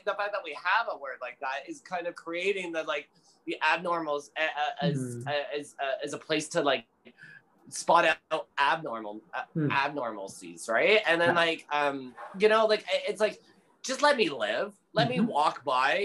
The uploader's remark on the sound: This episode was recorded over Zoom on the traditional, ancestral, and unceded homelands of the Sḵwx̱wú7mesh (Squamish), səlilwətaɬ (Tsleil-Waututh), and xʷməθkʷəy̓əm (Musqueam) Nations.